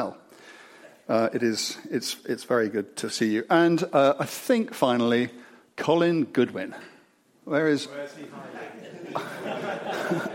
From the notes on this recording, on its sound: The Intercooler's very first live podcast recording. In front of an audience of 120 car enthusiasts at a wonderful venue, Henry's Car Barn near Gaydon.